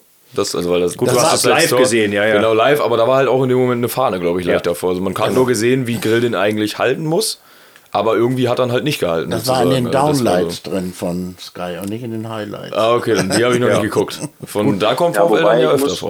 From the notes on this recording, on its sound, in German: der per Telefon zugeschaltete